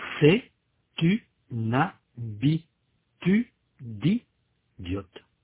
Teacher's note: À l'intérieur d'un groupe rythmique, si un mot qui se termine par un son de consonne est suivi par un mot qui commence par un son de voyelle, la consonne finale du premier mot est prononcée avec le mot suivant pour former une syllabe ouverte. Les deux mots sont alors enchaînés. · Term: l'enchaînement consonantique